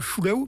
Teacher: On met la langue contre le palais, c'est donc une palatalisation.